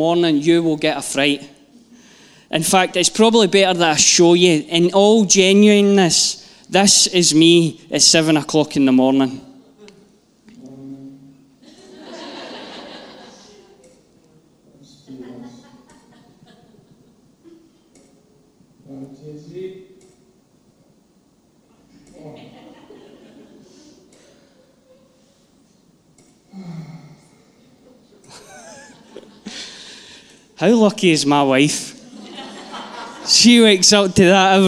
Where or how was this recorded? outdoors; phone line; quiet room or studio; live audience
live audience